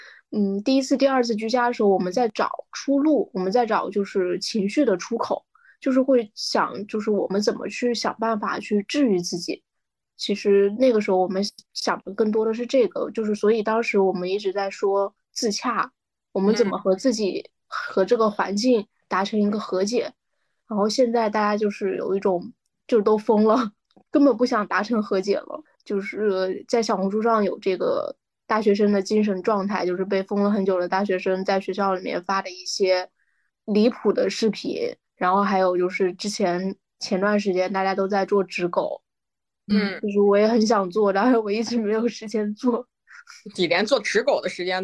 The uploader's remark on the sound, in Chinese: 又是线上录制的一期。我们又开始了新一轮的居家办公模式。